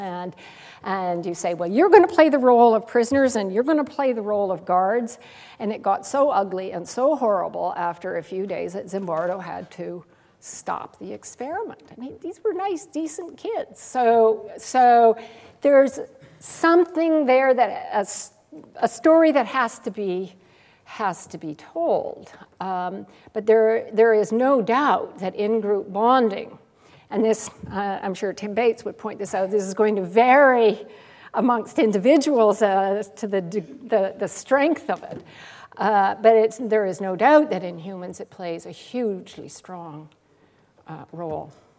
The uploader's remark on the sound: Gifford Lecture - Recorded 11 May, 2010 at St Cecelia's Hall, The University of Edinburgh